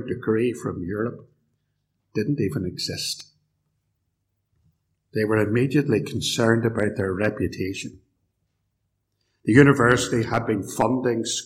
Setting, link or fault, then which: setting, large echoing room